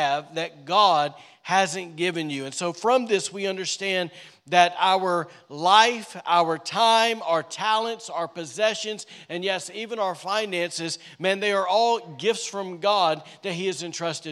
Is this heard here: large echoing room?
yes